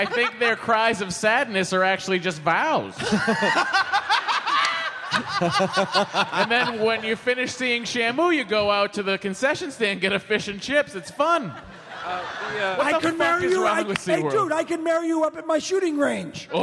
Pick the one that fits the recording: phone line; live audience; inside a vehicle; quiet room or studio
live audience